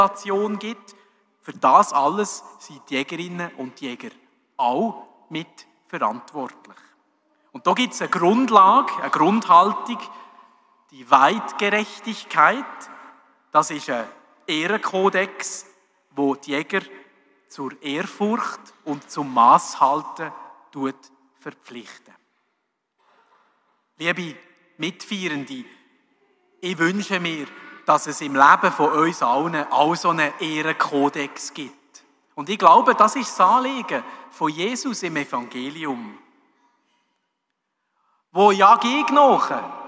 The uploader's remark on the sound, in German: bei der Hubertus-Messe 2023 in der Pfarrkirche in Bellach